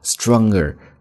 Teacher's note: stronger 那美式发音中间的 g 这个音是没有发出来的啊